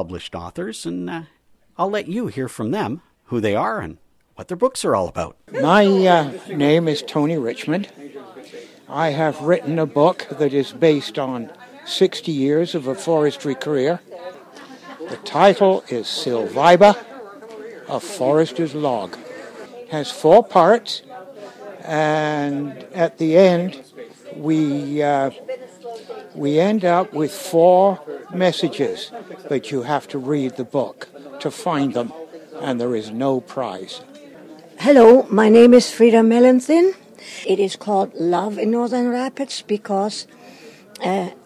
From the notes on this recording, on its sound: The Friday podcast from the 2016 Sunshine Coast Festival of the Written Arts